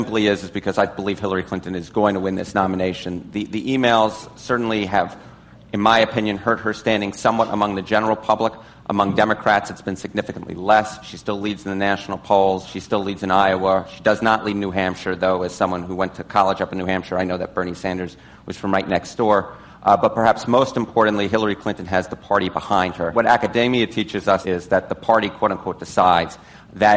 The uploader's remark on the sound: as part of an Advertising Week panel